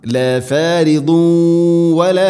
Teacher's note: അതോടൊപ്പം തൻവീനു ശേഷം വ എന്ന അക്ഷരം ഇവിടെയുണ്ട്, ഇത് ഗാം ബിഗുന്ന. തൻവീനിനെ വ എന്ന അക്ഷരത്തിലേക്ക് ഇത് ഗാം ചെയ്യണം, കൂട്ടി ലയിപ്പിച്ച് മണിച്ചുകൊണ്ട് ഉച്ചരിക്കണം.